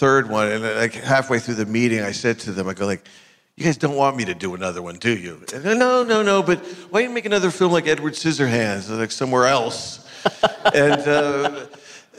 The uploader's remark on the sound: In front of an audience at the Burbank International Film Festival